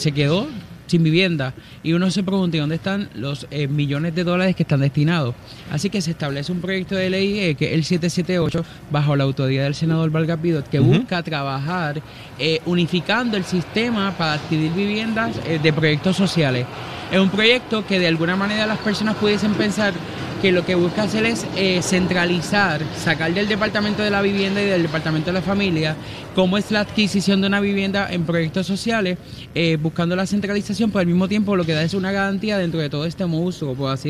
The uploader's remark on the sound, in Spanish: Hoy en directo desde el Coca Cola Music Hall.